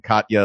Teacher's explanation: I said Katya and put the glottal stop in the middle there